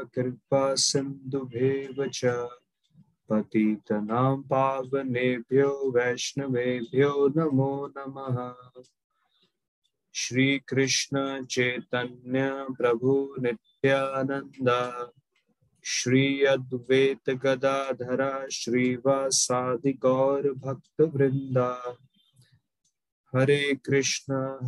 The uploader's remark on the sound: Zoom recorded class.